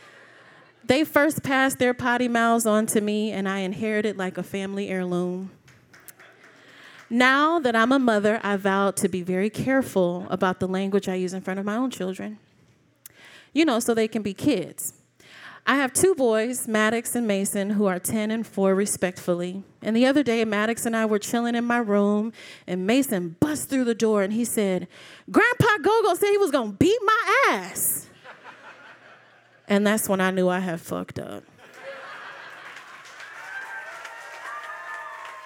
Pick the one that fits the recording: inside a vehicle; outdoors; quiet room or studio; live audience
live audience